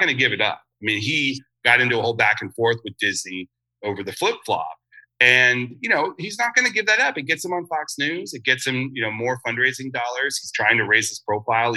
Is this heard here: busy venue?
no